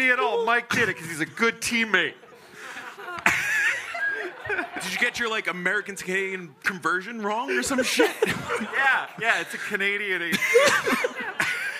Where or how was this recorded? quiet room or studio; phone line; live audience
live audience